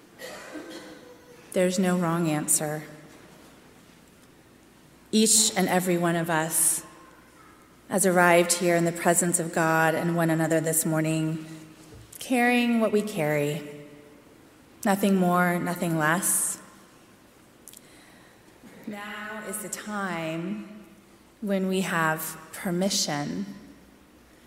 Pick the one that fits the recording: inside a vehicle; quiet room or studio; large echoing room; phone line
large echoing room